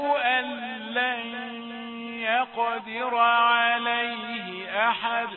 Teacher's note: إدغام بغير غنة، دخلت النون الساكنة في اللام بغير غنة